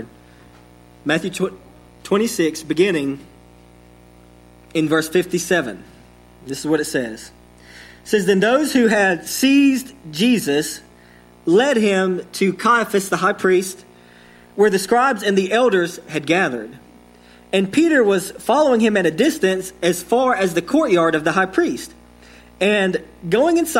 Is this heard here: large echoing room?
yes